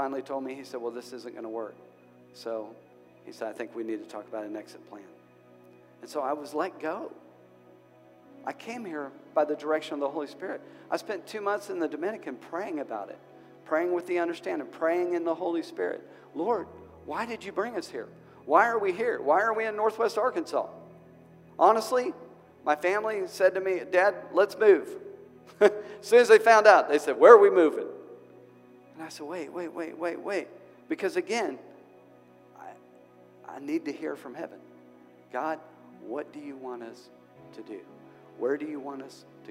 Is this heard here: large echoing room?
yes